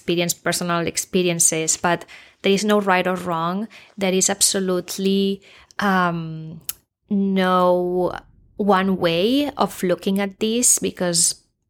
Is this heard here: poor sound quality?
no